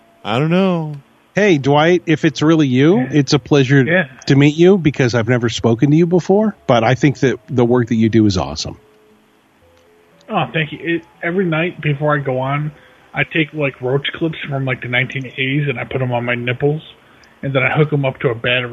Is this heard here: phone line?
yes